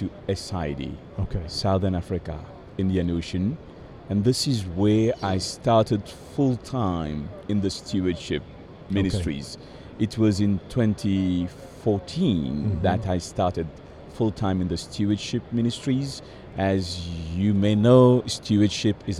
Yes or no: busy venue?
yes